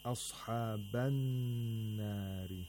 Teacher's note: The Hamzatul Wasl is not pronounced, nor is the Lam Sakina pronounced, because after the Lam Sakina there is a Noon. The letter Noon is a sound letter, therefore the Lam Sakina is silent as well.